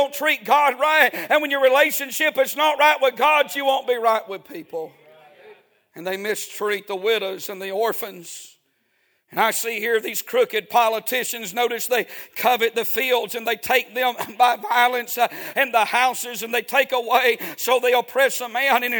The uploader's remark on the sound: A sermon preached Sunday Evening, on December 3, 2023.